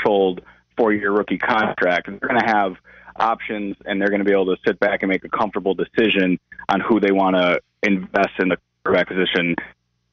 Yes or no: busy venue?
no